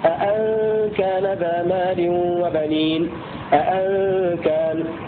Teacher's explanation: حمزة وشعبة بهمزتين محققتين